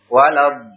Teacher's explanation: Maka do-nya yang dipanjangkan sebelum masuk ke lam. · Term: mad lazim kalimi mutaqqal